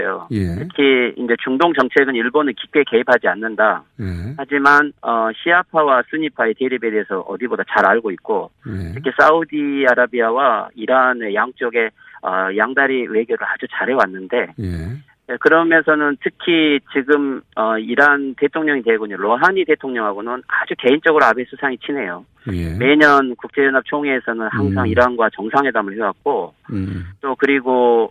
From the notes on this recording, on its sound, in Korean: 전화연결